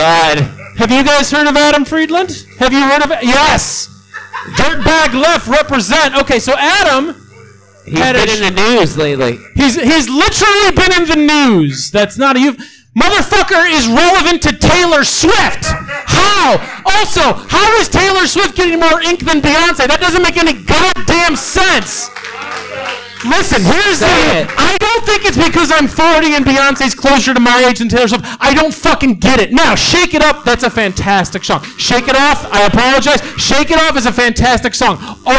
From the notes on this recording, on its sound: Live at the Looking Glass Lounge